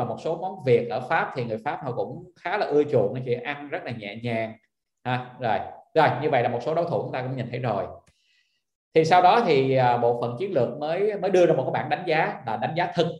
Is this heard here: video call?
yes